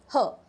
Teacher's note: ये जो consonant sound है ये ग्लॉटल फ्रिकेटिव है क्योंकि इसमें कोई फ्रिक्शन नहीं होती है.